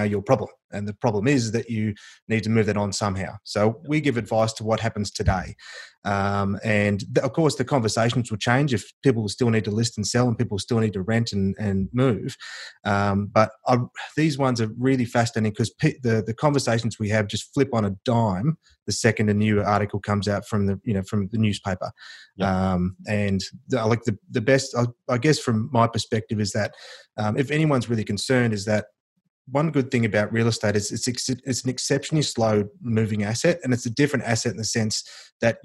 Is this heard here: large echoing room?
no